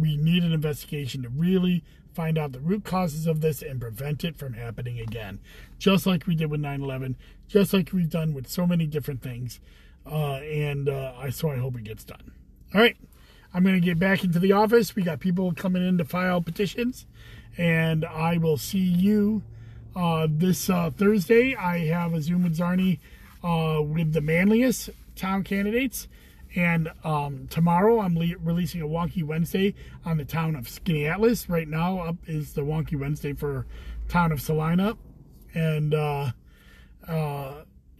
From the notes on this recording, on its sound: Commissioner in a Car. I also take live questions from FB.